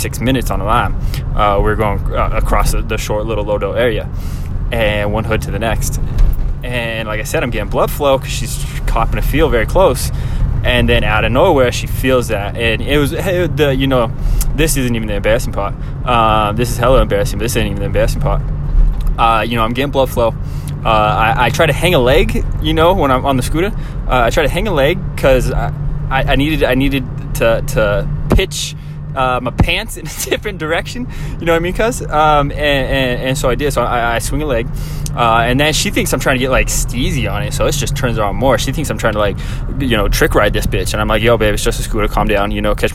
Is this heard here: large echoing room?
no